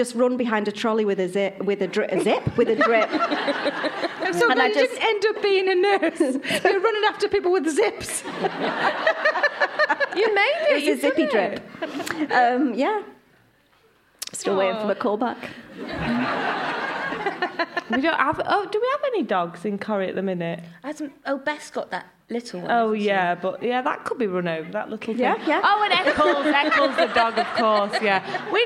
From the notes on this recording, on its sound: a recording of an In Conversation event held in Sale in June